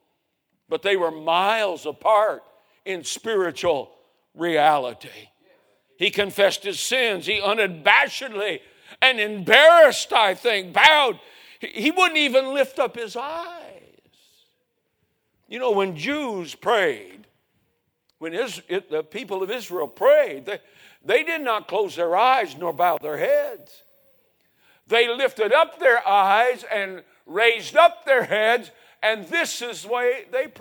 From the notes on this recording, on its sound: A sermon preached Sunday Morning, on May 7, 2023.